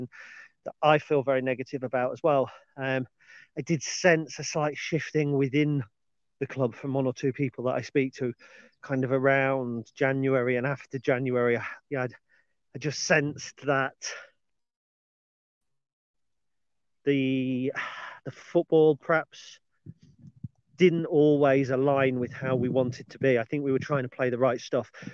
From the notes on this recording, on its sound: on today's dog walk